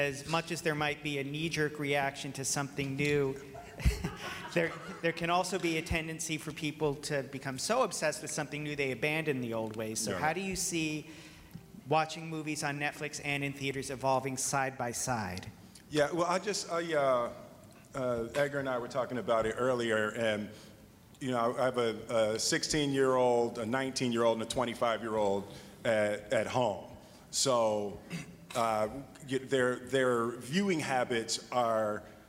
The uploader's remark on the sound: Press conference in Hall H at San Diego Comic-Con. An audio recording of the press conference.